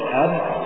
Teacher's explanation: الباء حرف الباء هو الحرف الصحيح الذي ينطق من هذا الموضع، أب من بين الشفتين، أب هذا حرف الباء